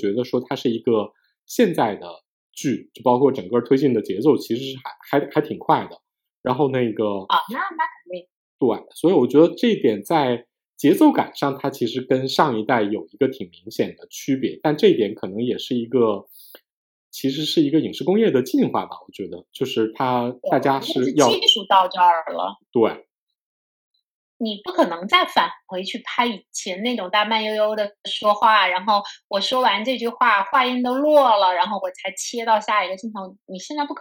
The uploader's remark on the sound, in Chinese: 对录音质量的抱歉